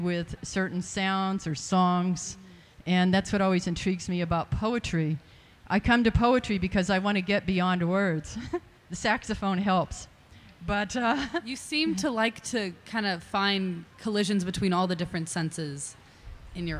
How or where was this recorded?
live audience